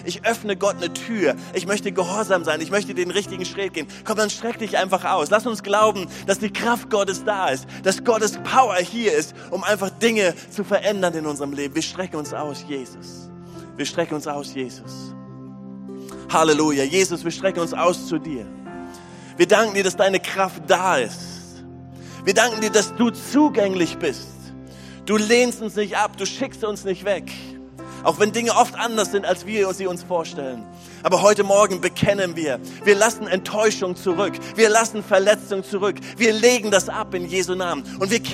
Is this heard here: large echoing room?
yes